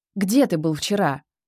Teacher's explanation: Акцент на «где», затем плавное понижение. · Term: Специальный вопрос